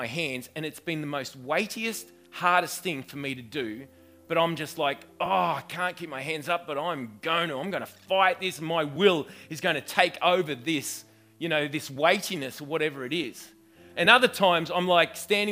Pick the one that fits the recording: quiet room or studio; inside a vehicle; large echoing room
large echoing room